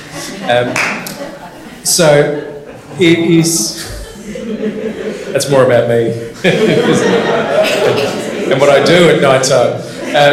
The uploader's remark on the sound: LIVE from the School of Discipleship 2023. Live, large, and loud. Live from the final day of the 2023 School of Discipleship. To have questions come from other SOD attendees that really expanded the conversation. Recorded live within the SOD2023 community.